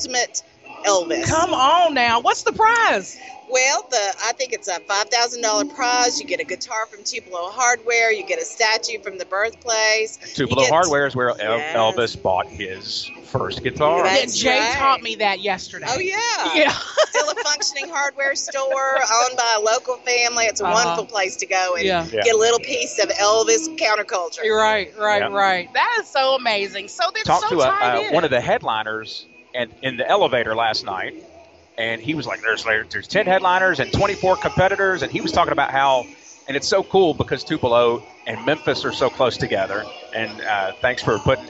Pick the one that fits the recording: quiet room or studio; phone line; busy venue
busy venue